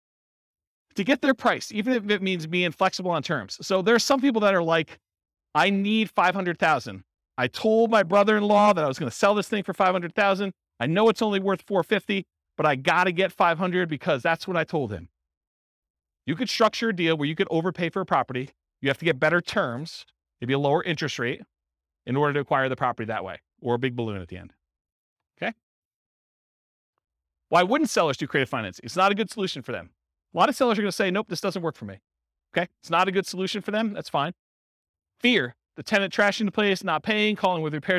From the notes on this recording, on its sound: This was a live class recorded. Real estate investors and real estate entrepreneurs in Boulder, Colorado.